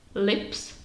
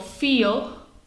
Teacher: Oproti tomu například slovo feel, sami slyšíte, že tam to L není tak znělé, že vlastně vzniká víc v krku · Shown in: second take · Term: dark L